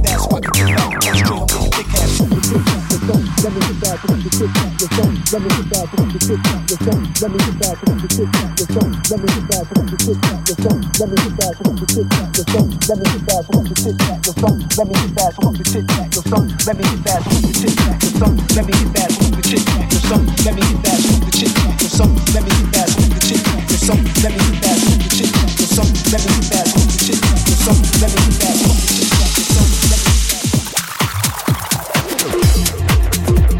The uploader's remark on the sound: Live at JUPTR Afterhours. Excited to share my set live from JUPTR Thursday's Taurus Season event.